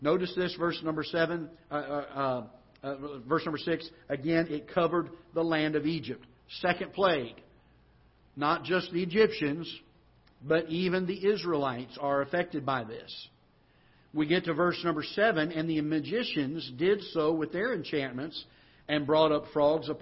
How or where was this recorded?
large echoing room